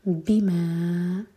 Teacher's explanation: دو syllable والا ورڈ بی پر زور